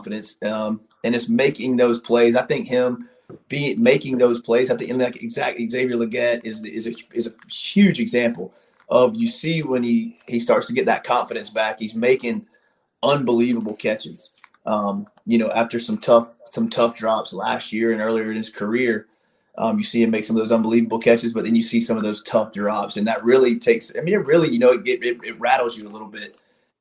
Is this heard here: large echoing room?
no